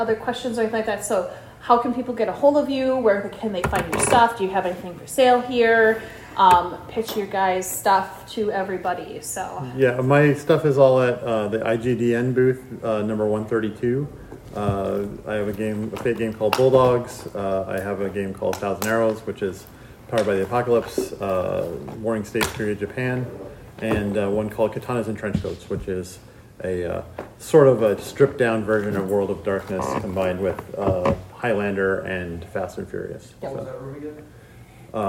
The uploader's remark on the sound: Converting Game Systems Workshop - live at GenCon. Editor Note: I truncated most of the silences in this recording.